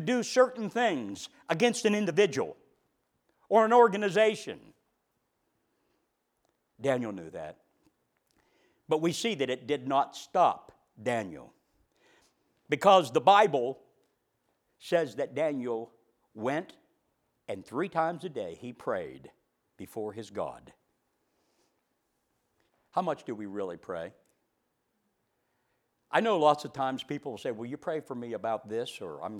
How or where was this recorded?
large echoing room